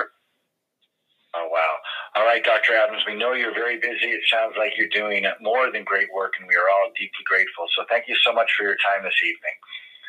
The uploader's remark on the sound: Naacp along with government officials addressing concerns about the Corona Virus via conference call. I was invited to the call and decided it was a good Idea to share the information with my listeners.